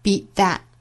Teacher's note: 在美音之中呢 that 这个词尾部的 t 的发音我们也是选择 stop 掉也就是去底上齿音但是不爆破出来一般是在句尾的 t 这个音会出现的情况 beat that.那 beat 前面的 t 也是因为后面遇到辅音了前面的这个音会顿掉而尾部的 t 也顿掉了 No machine will ever beat that.